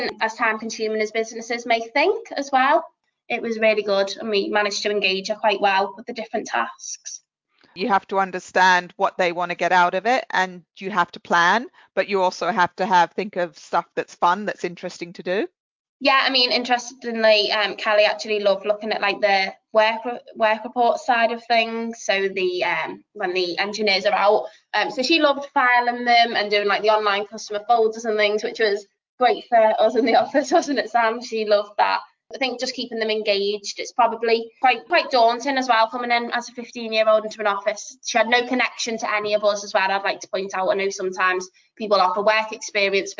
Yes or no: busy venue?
no